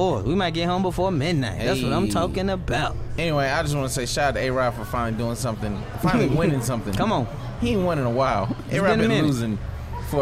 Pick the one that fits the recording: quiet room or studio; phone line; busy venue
busy venue